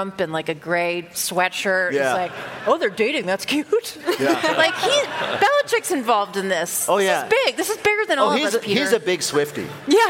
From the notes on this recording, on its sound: This week, we're live in LA